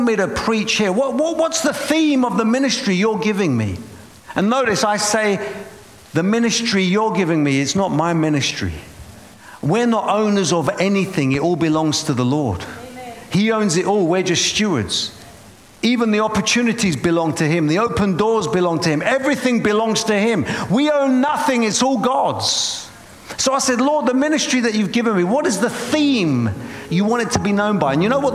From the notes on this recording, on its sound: preaching at a Church in Boston.